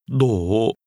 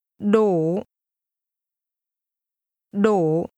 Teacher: The word that means enough is pronounced with a falling, rising tone.